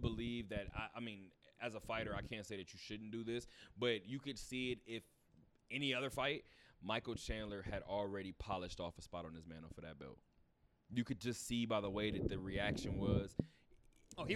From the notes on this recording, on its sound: Talk that Talk Radio Show Live from Westgate.